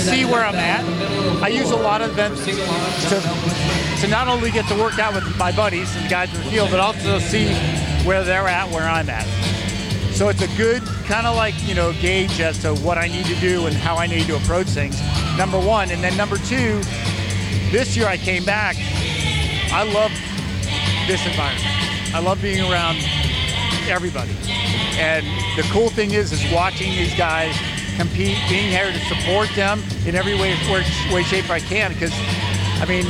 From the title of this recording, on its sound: Live from the Master's Fitness Collective